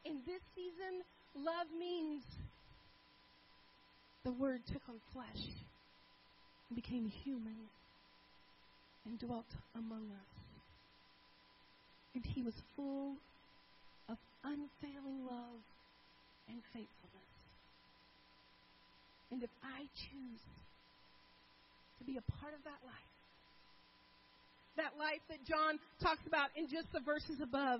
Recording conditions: large echoing room